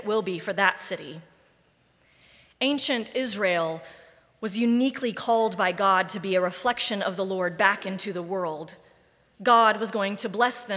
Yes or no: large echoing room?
yes